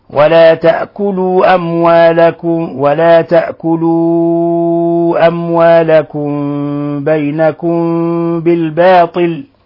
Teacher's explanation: ميم ساكنة بعدها الباء ولا تأكلوا أموالكم بينكم بالباطل. فأخفينا الميم الساكنة الأولى عند الباء من لفظ بينكم، والميم الساكنة الثانية بالباء من قوله بالباطل